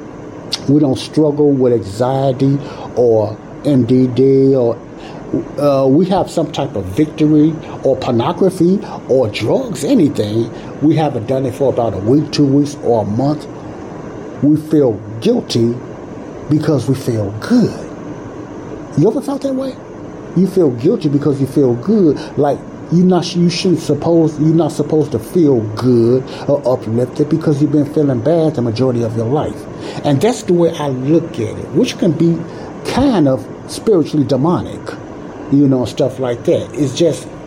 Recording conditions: background noise